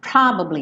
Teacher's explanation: Esse ba do meio, ele não teria esse destaque todo